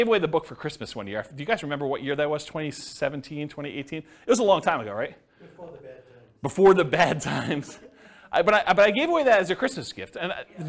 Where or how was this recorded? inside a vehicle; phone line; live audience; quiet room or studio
live audience